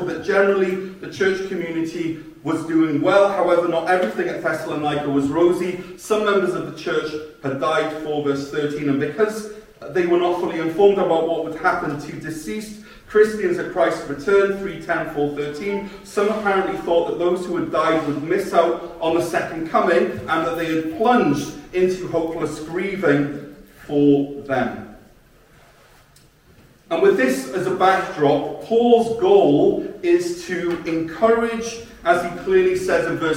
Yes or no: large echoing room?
yes